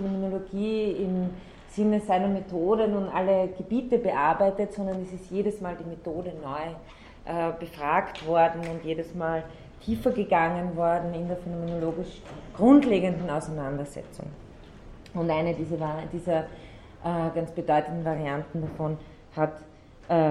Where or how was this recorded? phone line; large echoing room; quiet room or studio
large echoing room